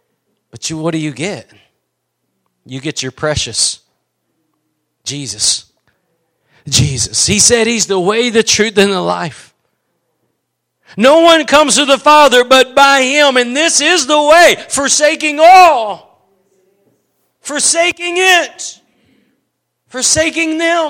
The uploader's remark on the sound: Preached at Gospel Lighthouse in Bossier City, La.